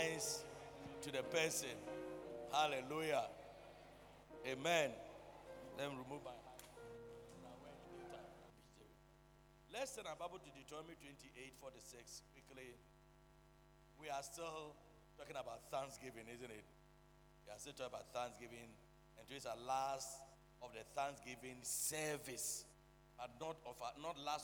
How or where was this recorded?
large echoing room